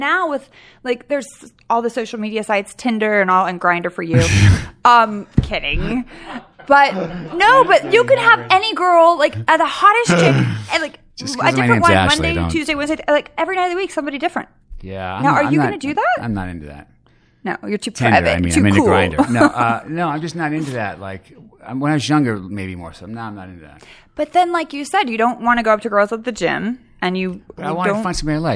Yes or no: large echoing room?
no